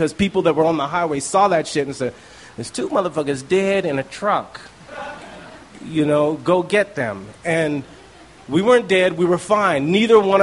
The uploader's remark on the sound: These stories were recorded by our good friends at The Denver Diatribe at Deer Pile.